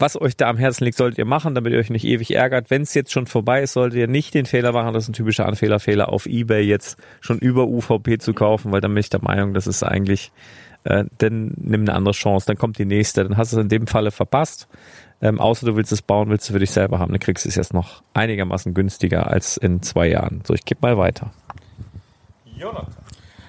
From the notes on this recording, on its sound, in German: Spät am Abend, barfuß am Lagerfeuer- und das erste mal live und direkt.